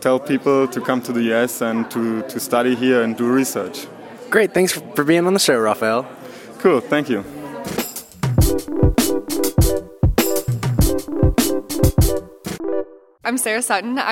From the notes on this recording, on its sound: Live at the Appalachian Energy Summit. We are live in the mountains of Boone, NC for the Appalachian Energy Summit, hosted by Appalachian State University.